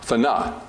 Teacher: with a glottal stop at the end of the A